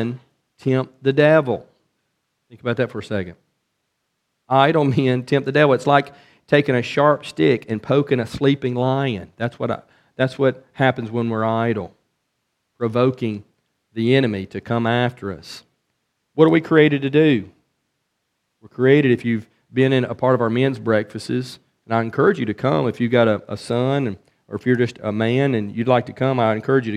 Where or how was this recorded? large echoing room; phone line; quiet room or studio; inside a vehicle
large echoing room